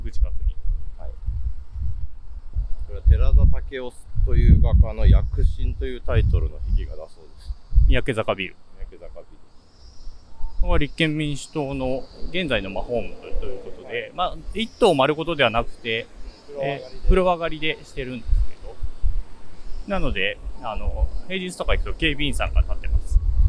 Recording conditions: wind noise